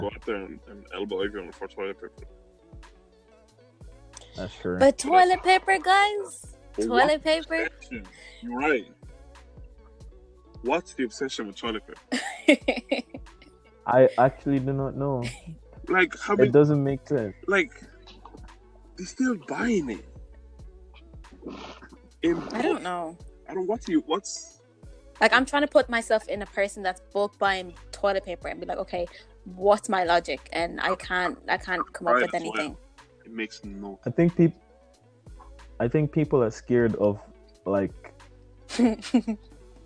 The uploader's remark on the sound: Excuse the sound quality, we're recording remotely and working on finding a cleaner solution for the foreseeable future.